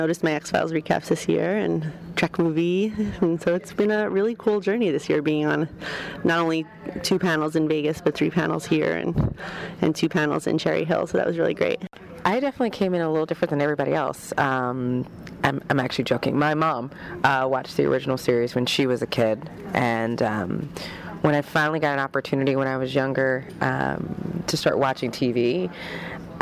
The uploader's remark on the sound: on the convention floor